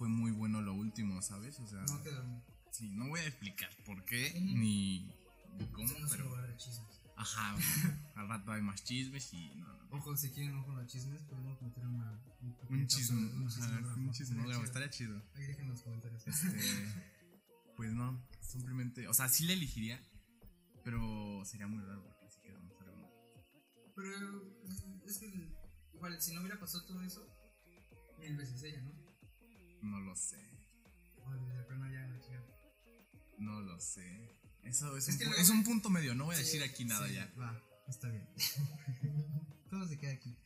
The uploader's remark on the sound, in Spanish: Una disculpa por el audio estamos pasando por temas técnicos